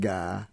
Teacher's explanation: The South has this southern shift, which is quite extraordinary, where it begins with I, as in guy, becoming ga